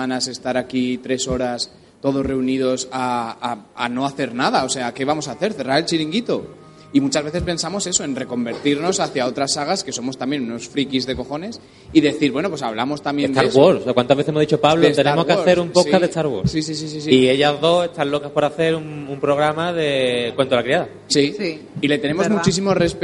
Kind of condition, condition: setting, live audience